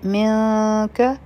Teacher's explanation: دلته کې به اخفا کو، دوه سیکنډه ټایم به ورکو، او د کاف دپاره به خپله ژبه تیاره کو